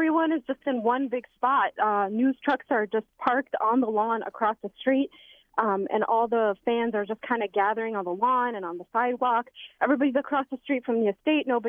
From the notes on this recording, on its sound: a host of fans, friends and crew calling in to share their memories